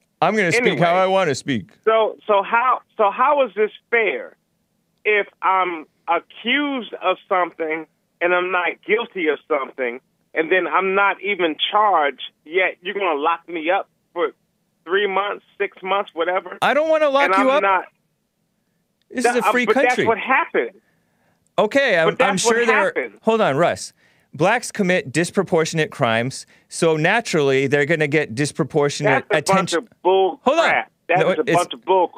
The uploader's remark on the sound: His phone’s messed up.